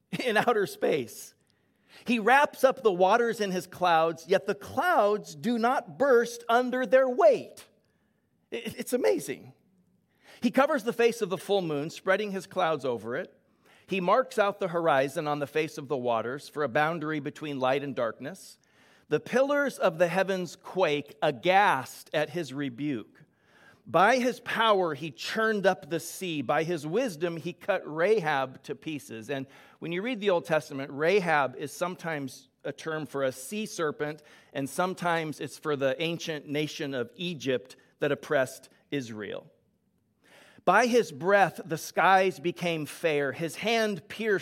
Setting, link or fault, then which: setting, large echoing room